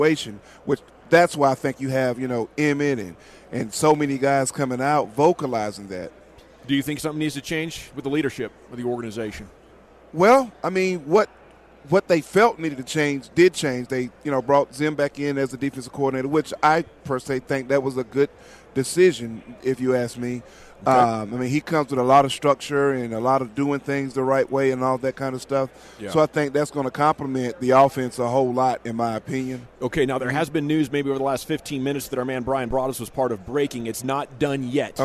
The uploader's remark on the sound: Live from Super Bowl Raido Row.